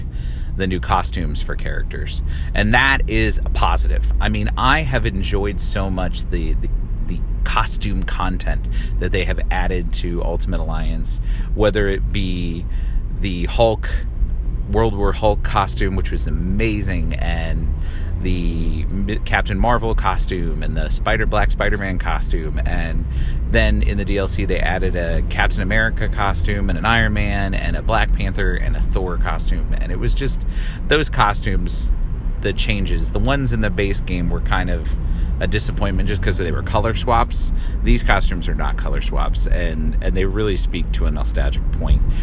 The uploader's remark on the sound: recorded in short form as I drive from one place to another